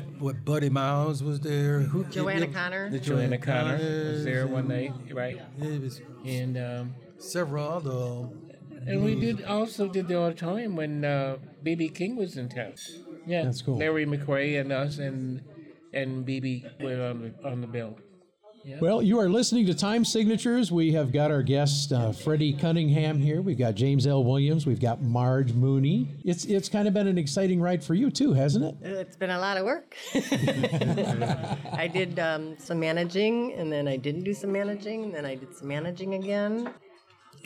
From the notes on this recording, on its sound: This very first episode of Time Signatures was recorded live at Moriarty's in Lansing, Michigan.